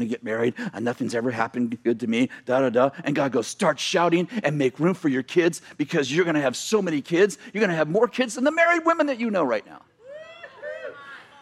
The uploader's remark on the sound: message from November 25th, 2018 at Bethel Church in Redding CA